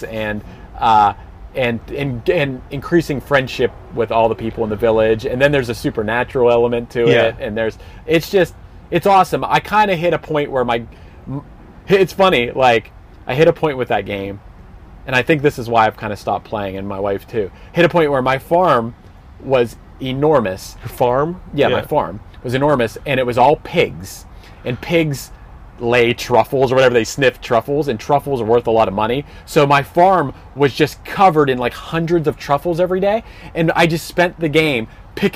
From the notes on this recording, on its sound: Hanging In The Van.